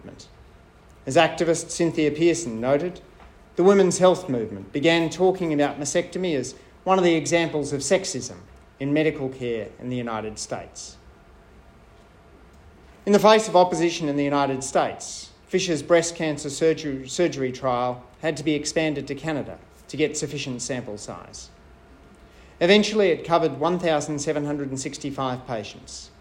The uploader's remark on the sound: I spoke at the Australian Evaluation Society’s annual conference